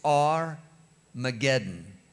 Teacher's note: By the time it gets to the Greek, because the H is not pronounced, it's Armageddon.